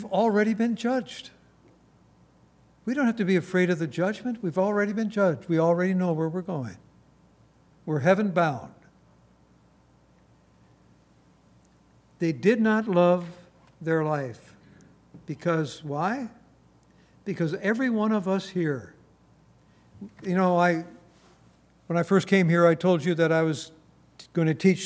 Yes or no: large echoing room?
yes